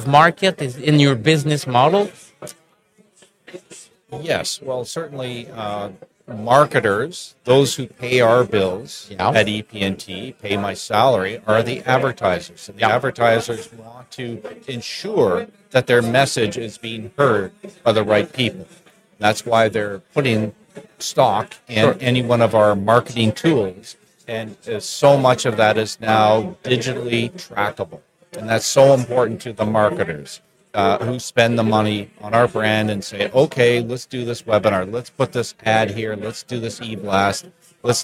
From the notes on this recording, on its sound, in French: En direct du Hardtech à Toronto